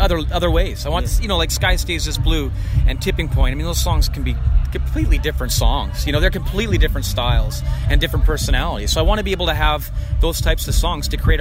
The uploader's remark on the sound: Live from Boots & Hearts